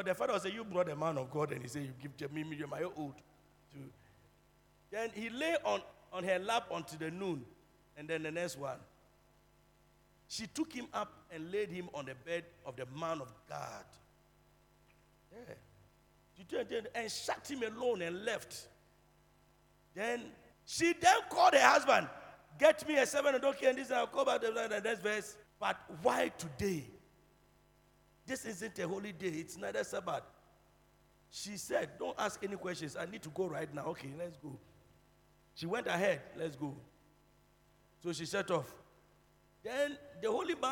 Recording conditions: large echoing room